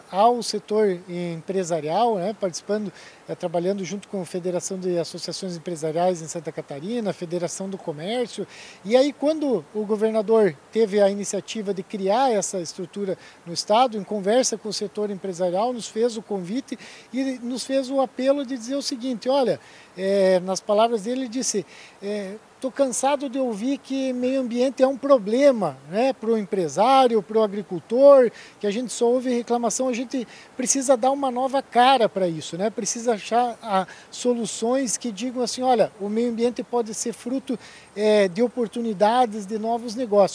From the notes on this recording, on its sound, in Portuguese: Prosa gravada no ABEMA DAY, Associação Brasileira das Entidades de Meio Ambiente, evento que contou com a presença de inúmeros associados e pessoas da sociedade civil durante a COP28, em Dubai.